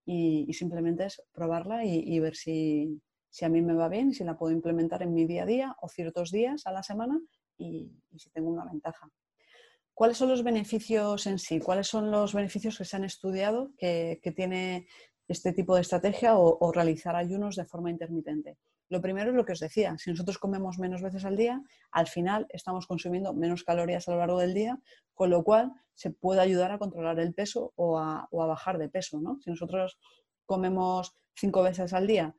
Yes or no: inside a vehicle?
no